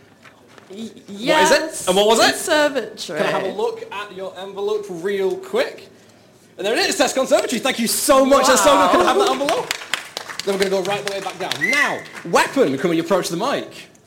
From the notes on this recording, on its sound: Broadcast live from the University of Salford's MediaCity Campus foyer on 31 October 2023. Utter Radio's monthly open mic show - broadcast live from the University of Salford's MediaCity Campus foyer.